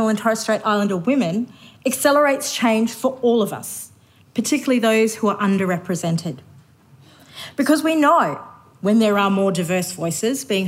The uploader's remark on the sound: Recorded live at the Future Women Leadership Summit 2023.